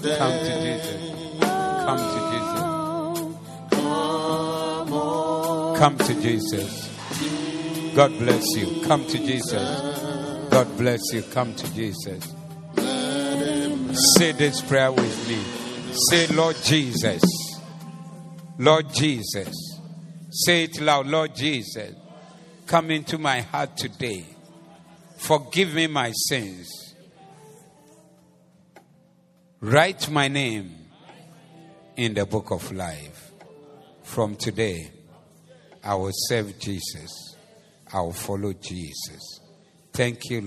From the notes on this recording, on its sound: Preached at the Doxa Service.